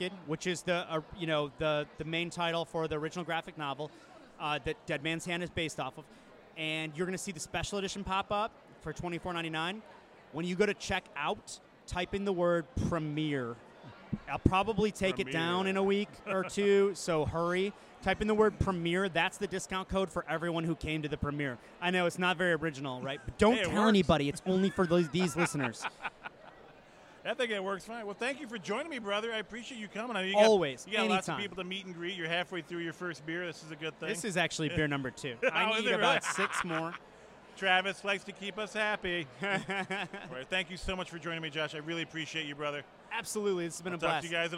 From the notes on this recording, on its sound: Live from the premier of the movie Dead Mans Hand